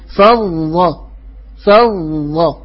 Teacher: ثم فلنحرص غاية الحرص أن يكون طرف اللسان يقرع لثة الثنايا العليا حتى لا يقترب من مخرج الظاء، لأن مخرج الظاء هو طرف اللسان مع ما يحاذيه من أطراف الثنايا العليا. اللسان يخرج بين الثنايا، بل يكون احتكاك خفيف بين طرف اللسان وأطراف الثنايا العليا.